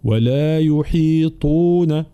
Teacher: بين كسر الحاء ثم الطاء مفخمة مطبقة ومضمومة، ولا يحيطون، والضم دائما يكون بالضم الكامل للشفتين